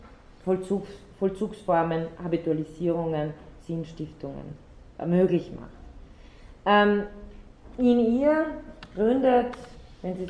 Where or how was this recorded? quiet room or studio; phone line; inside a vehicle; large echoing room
large echoing room